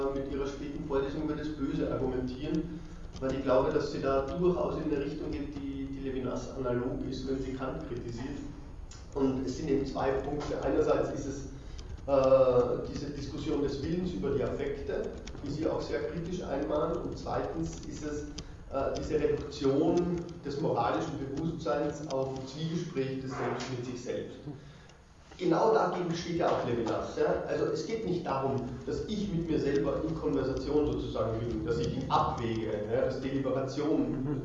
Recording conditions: large echoing room